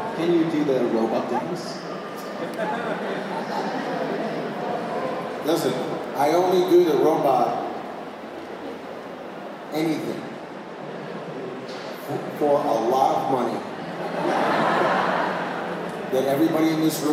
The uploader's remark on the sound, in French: Cinquième conférences enregistrées dans le cadre du TGS 2017. Conférence TGS 2017. Cinquième conférences enregistrées dans le cadre du TGS 2017.